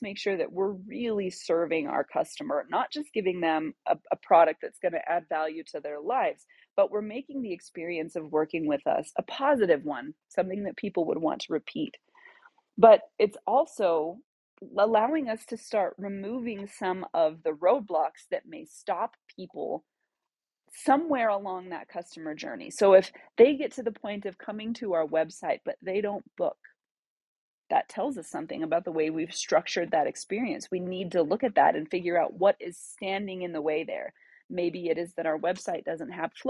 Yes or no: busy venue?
no